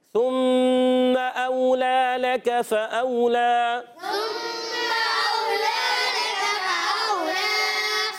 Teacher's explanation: ثم میں سا پر پیش ہے، سا زبان کا سرا اوپر کے دانتوں کے کناروں سے، اور سا پر پیش آنے کے ہونٹ گول ہو جائیں گے. میم مشدد ذرا رک کر ادا کریں گے، غنہ بھی کریں گے